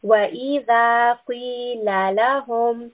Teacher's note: So we don't want the lam to become heavy as well. Qaf is a heavy sound, but lam is a light sound. So we want to make sure that we keep what is heavy and we keep what is light separate. · In the next ayah, we have the words وَإِذَا قِيلَ لَهُمْ. Here, qaf is a heavy sound, so we are making a mouthful, back of the tongue raised.